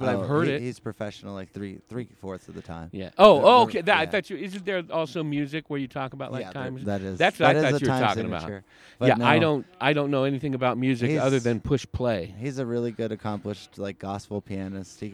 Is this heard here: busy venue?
yes